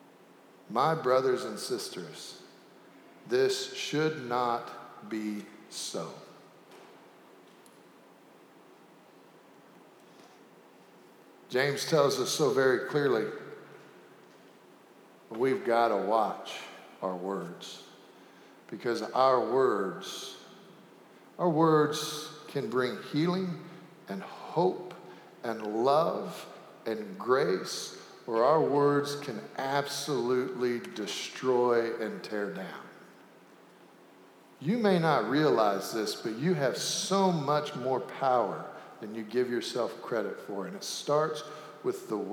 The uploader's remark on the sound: Sanctuary Service